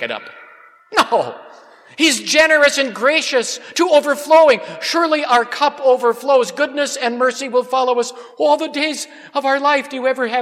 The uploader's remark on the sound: Preached at Grace Ev. Lutheran Church.